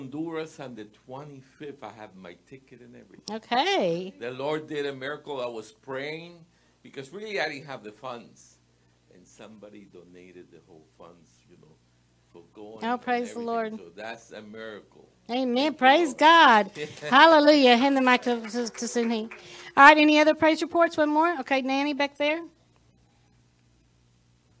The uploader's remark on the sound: Sunday Main Service